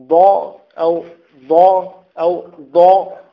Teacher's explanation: من طرف اللسان مع ما يلي الأضراس العليا، إما من الجهة اليمين أو من جهة اليسار أو من كليهما، يعني إما تقول ض أو ض أو ض، يعني من كلا. · Term: الضاد